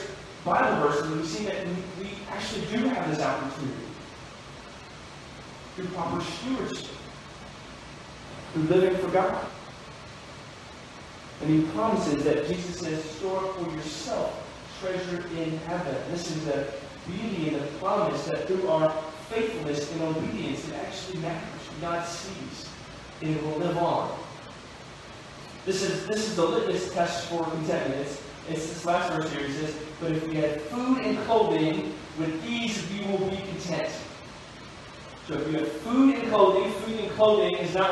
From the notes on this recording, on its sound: We apologize for the poor audio quality.